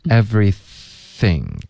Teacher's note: 注意 everything 别发成心，舌尖要碰上齿